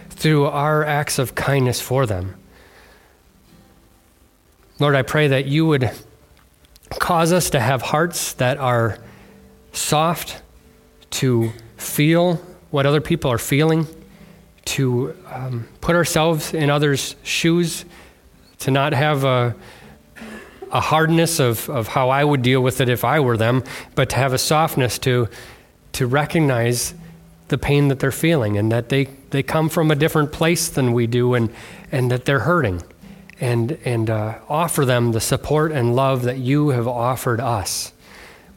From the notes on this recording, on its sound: on February 4th, 2024 at Bible Center Church in Maiden Rock, Wisconsin.